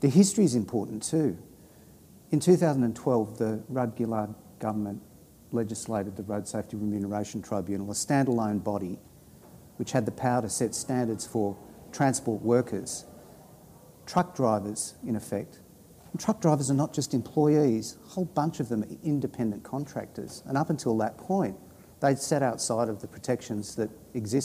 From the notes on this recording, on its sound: the first of TWO live recordings of Socially Democratic, as part of ALP National Conference Fringe